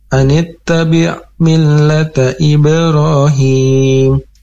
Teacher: huruf mim ini diangkat tidak boleh terlalu lama dan tidak boleh diangkat seperti idgham bi gunnah